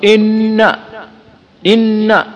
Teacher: فليس المخرج من الخيشوم فقط، وإنما يخرج أيضا من طرف اللسان · Term: النون المشددة